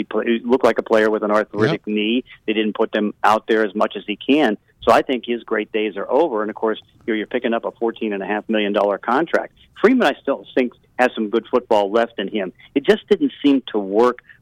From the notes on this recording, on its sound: Joined on the phone.